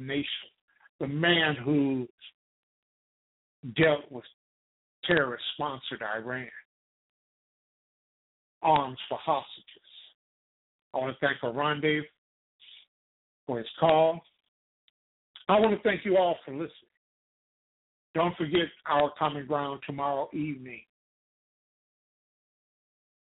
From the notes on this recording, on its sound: TALK RADIO. LIVE and call-in broadcast.